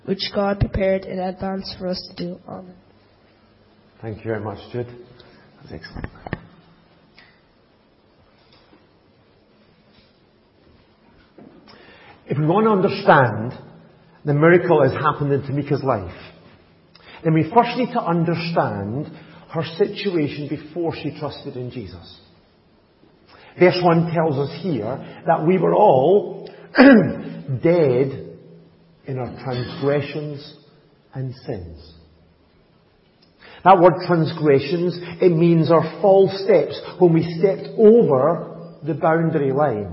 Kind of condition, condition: setting, large echoing room